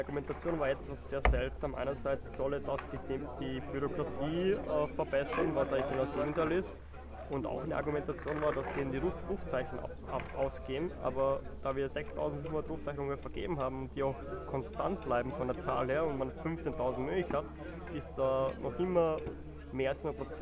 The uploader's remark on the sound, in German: Live vom Hack Around the Clock